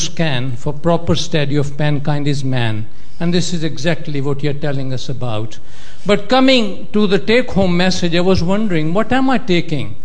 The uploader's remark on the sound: In this public lecture